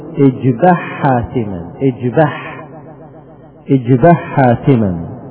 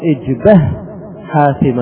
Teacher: ندغم الهاء في الحاء · Shown in: first take · فنقول اجبح حاتما، اجبح اجبح حاتما. · Term: إدغام